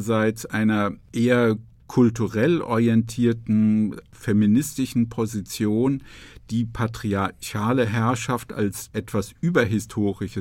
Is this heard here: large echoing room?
no